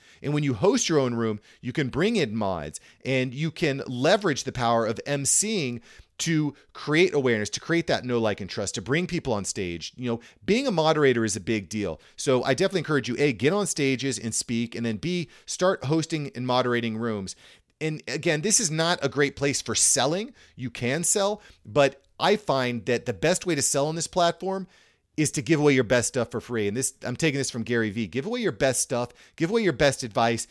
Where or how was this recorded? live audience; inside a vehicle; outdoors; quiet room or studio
quiet room or studio